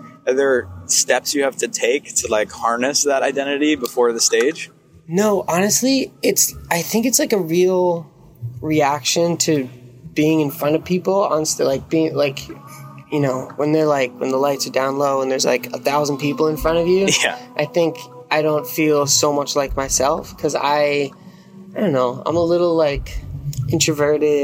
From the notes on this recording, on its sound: We’re live from In Between Days Music Festival. Recorded outside his green room at In Between Days.